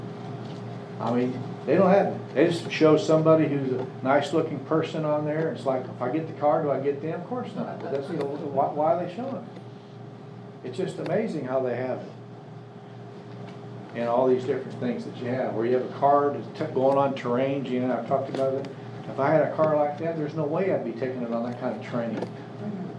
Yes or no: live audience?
yes